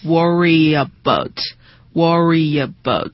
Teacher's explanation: 元音开头，那么这时候插入这个 y 的音 · Term: 元音跟元音的连读